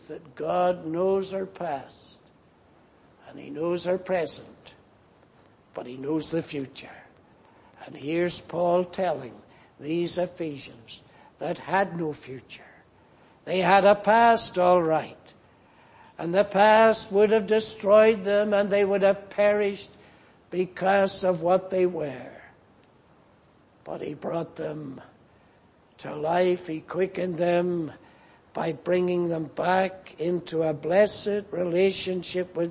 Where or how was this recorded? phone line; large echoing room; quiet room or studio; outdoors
large echoing room